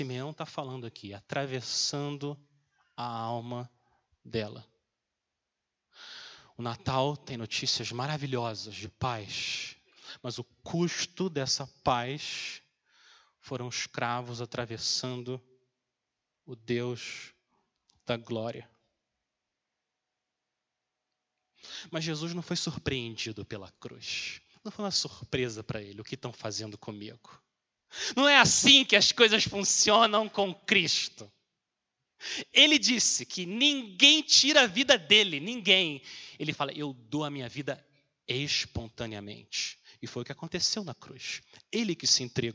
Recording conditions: large echoing room